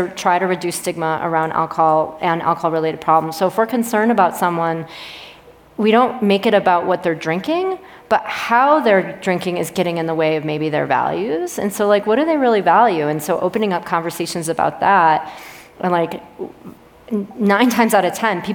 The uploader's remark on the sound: An expert panel from Aspen Ideas: Health breaks down sober curiosity for an audience at the festival.